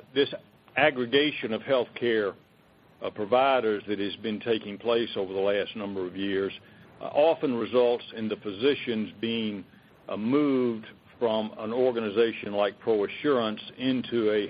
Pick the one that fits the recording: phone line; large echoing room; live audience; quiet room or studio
phone line